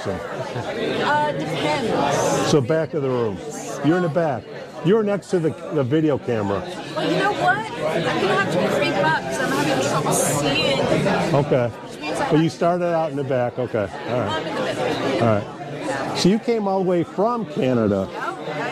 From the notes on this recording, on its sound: Behind-the-Scenes (and behind the bar) at the Suisun City Neurofeedback Summit 2023. At the vibrant bar of the Solano Yacht Club in Suisun City, California. A surprise birthday celebration. We apologize for the sound quality, as this was recorded at the bar of the yacht club.